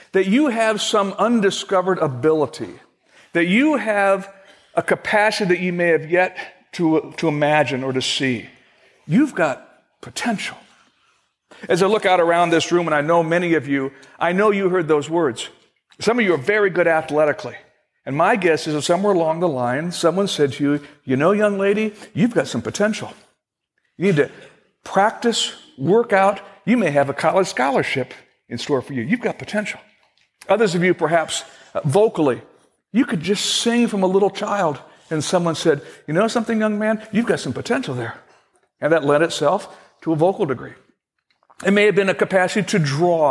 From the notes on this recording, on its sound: Originally recorded on February 28, 2016, at Fellowship Missionary Church, Fort Wayne, IN.